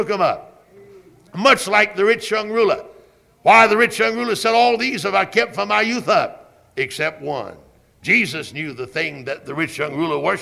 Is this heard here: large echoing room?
yes